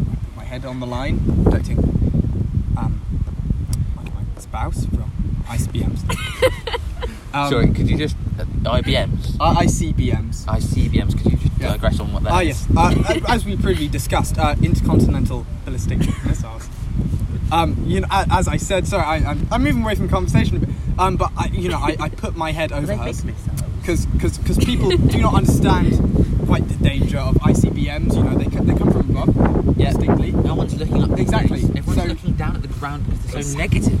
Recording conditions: wind noise